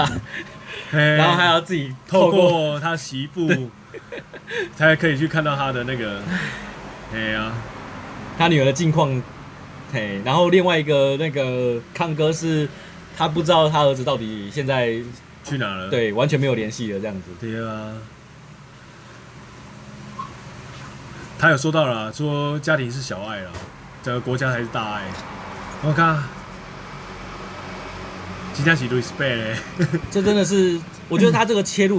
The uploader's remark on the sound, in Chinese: 錄音地點：牽咖啡 Chen Coffee